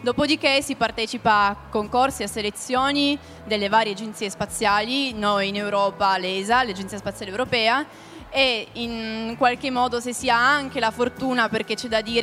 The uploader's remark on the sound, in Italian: Realizza un episodio speciale dal vivo dal Salone Internazionale del Libro di Torino 2019, in collaborazione con la Compagnia di San Paolo.